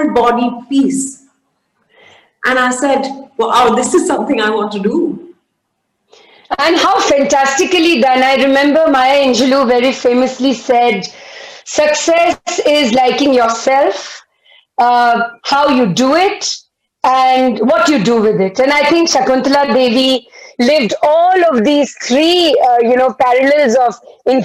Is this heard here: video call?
yes